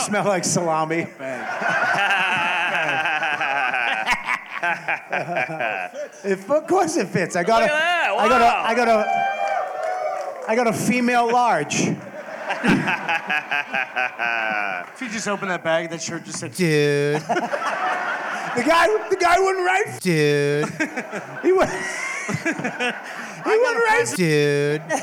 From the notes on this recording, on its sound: Live from Skankfest! Live From Skankfest 2023.